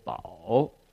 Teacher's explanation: that's a third tone, falling and rising.